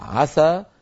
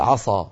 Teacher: وبدل ما أن يقول مثلا عسى مرققة السين يقول عصى · Shown in: first take · فهنا حول عسى الذي هو فعل ترجي إلى عصى، إلى كلمة أخرى لها معنى آخر في لغة العرب.